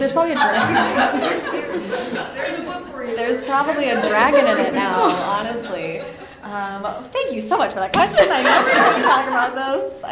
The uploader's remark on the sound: This episode is audio from the March 2019 event at The University Bookstore in Seattle, Washington.